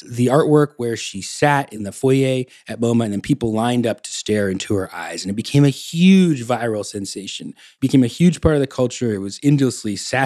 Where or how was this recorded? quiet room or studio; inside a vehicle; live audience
quiet room or studio